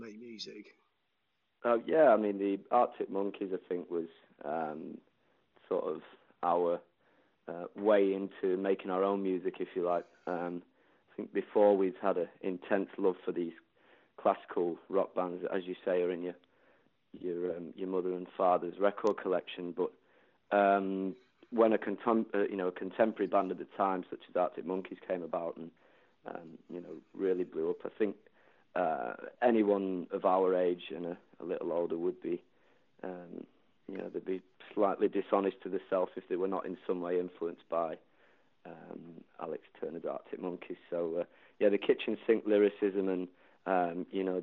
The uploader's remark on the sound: Over the phone.